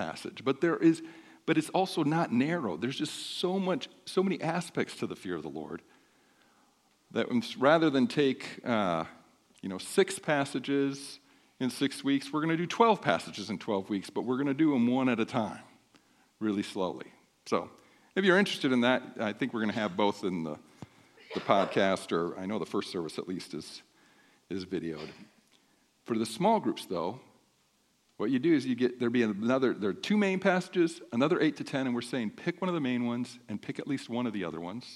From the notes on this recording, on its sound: sermon during the 10:30am service on 1-21-24